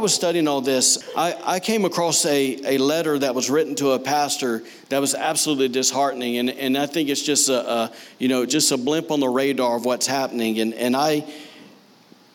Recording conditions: large echoing room